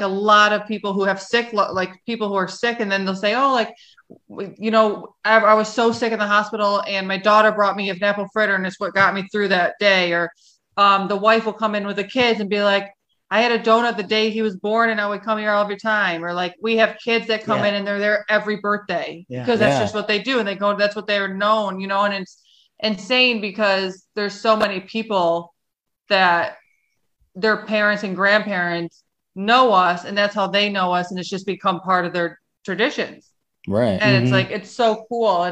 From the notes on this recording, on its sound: Recorded Live on Zoom